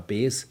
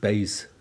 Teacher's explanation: das dritte Merkmal der nordbayerischen Dialekte, die sogenannte Verzwielautung der langen Vokale · Shown in: second take · Aus einem einfachen O wird ein O.